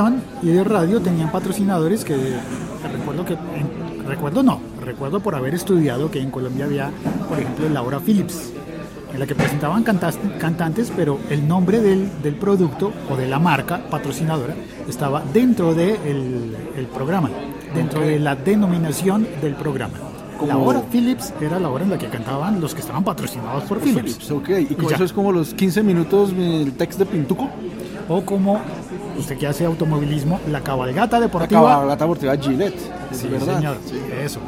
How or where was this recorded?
busy venue